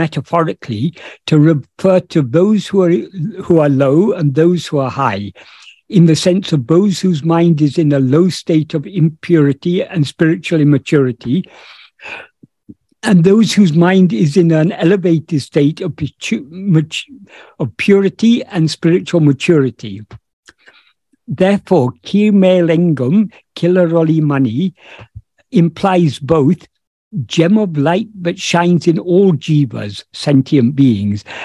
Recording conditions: video call